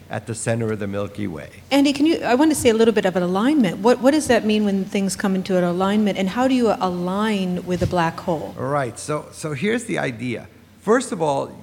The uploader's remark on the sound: Recorded before a live audience at the Computer History Museum.